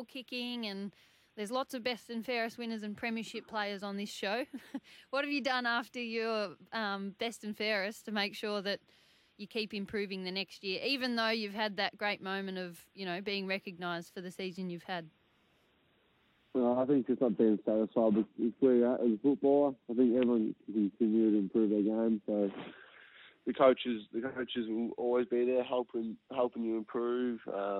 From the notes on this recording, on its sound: jumped on the line